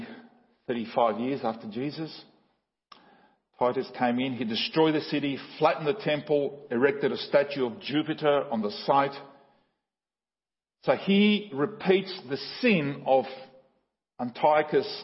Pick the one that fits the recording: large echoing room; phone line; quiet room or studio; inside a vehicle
large echoing room